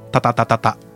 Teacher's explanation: タは舌を、前歯の上に当てて、話すと同時に発音します